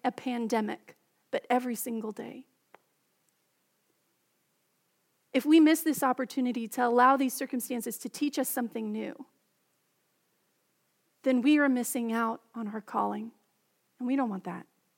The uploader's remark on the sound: Message delivered during the Contemporary Service.